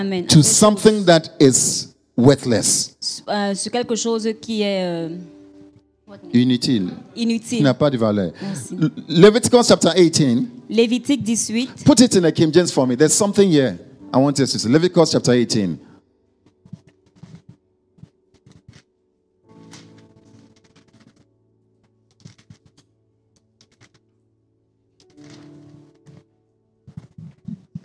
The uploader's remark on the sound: Preached during Joyful Hour Sunday Service